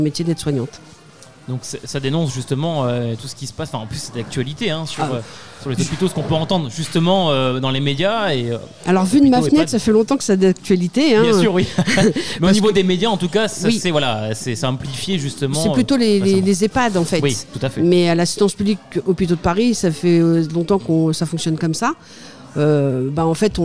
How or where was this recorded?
busy venue